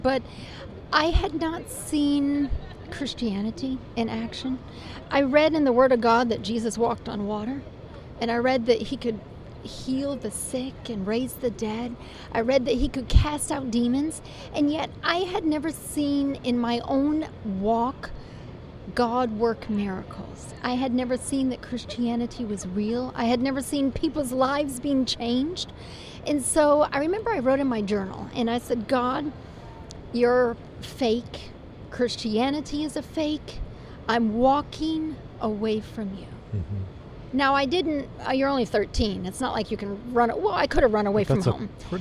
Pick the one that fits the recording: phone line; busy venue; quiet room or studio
busy venue